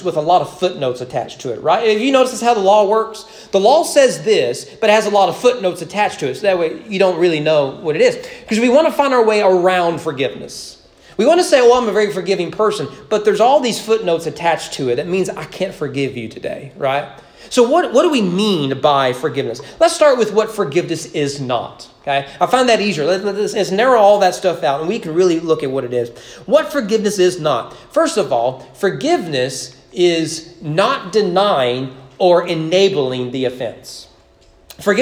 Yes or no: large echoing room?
yes